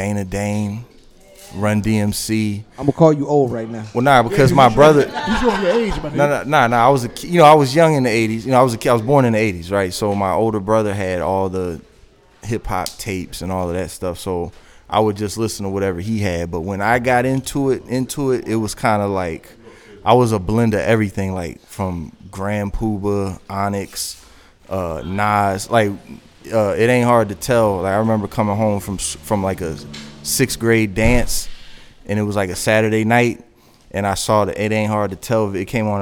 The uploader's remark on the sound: Live At The Spot. Go live on location at The Spot.